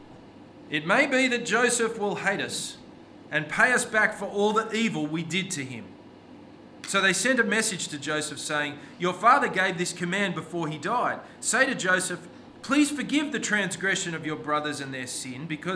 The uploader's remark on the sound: This sermon was preached on 2nd July 2023 at all services of Helensburgh and Stanwell Park Anglican Church.